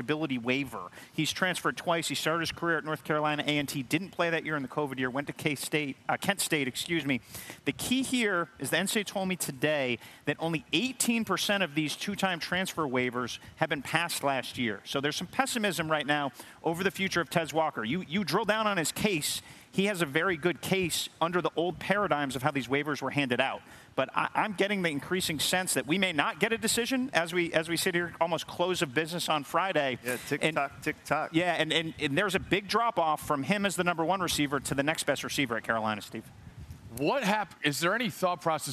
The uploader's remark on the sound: Live from Charlotte.